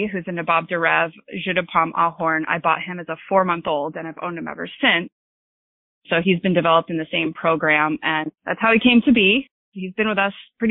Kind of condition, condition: link, phone line